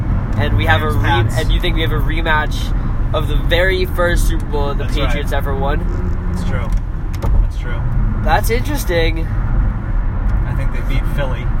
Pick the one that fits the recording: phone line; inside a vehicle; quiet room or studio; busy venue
inside a vehicle